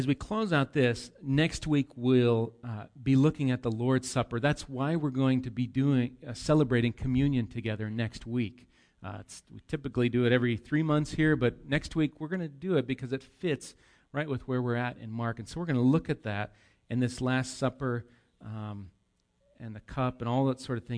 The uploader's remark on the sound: Recorded live at Bethany Bible Church on 8/19/18